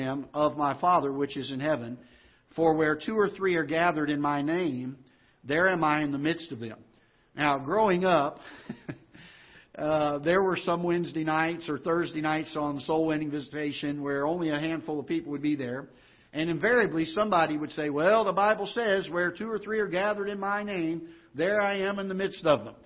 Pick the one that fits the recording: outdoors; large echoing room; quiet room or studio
large echoing room